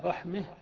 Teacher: الموضع الثاني لإمالة الفتحة إذا وقعت الفتحة قبل تاء التأنيث عند الوقف